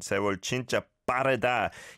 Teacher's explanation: 세월 진짜 빠르다. Yeah, there's two double consonant sounds here for 자 on 진짜. So that has to be said in a strong way.